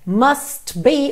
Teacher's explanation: o T do must quase não aparece